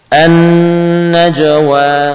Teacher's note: ya, nun an-najwa lebih lama · sifat ghunnah yang perlu kita tampakkan dengan sempurna untuk nun yang bertasydid